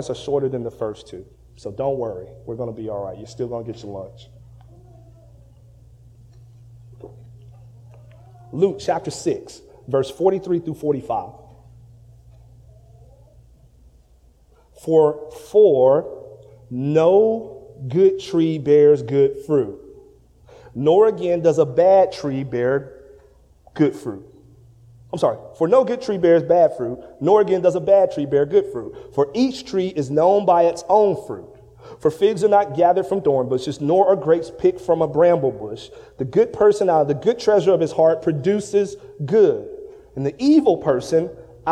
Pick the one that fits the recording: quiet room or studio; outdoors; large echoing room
large echoing room